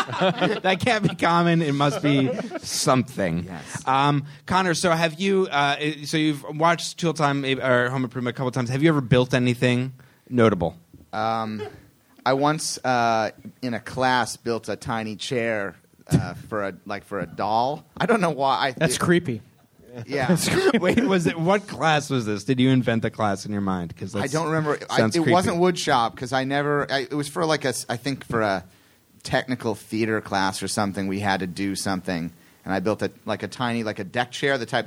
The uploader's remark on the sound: live on stage at The UCBEast Theatre.